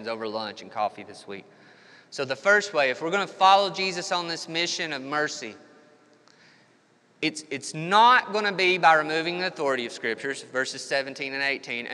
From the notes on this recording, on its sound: This episode was recorded 28 March 2021 at Matthew's Table Church in Cleveland, TN.